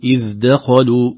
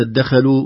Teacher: فهنا نراعي ترقيق الدال وتفخيم الخاء · Shown in: first take · نقول إذ دخلوا وليس دخلوا ولا دخلوا، لا نفخم الاثنتين